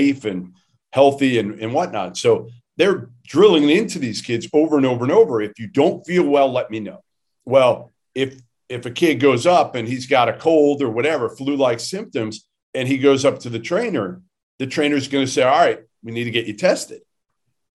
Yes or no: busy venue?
no